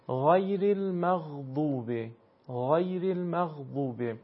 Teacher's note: پس از حیث محل تولید و تلفظ حرف غین و حرف خا با هم دیگه یکسان هستن، فقط اون خشونتی که در حرف خا هست دیگه در حرف غین وجود نداره